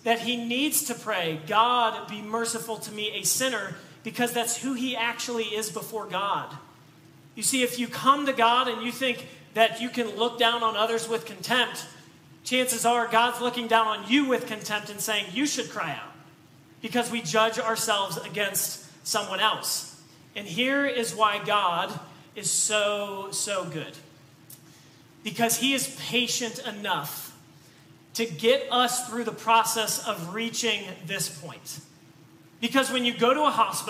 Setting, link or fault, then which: setting, large echoing room